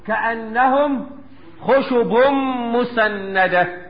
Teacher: ادغام بغنة لوقوع الميم بعد التنوين